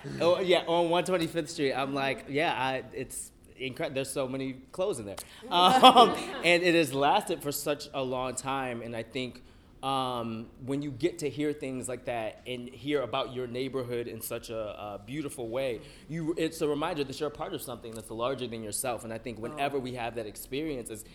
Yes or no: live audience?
yes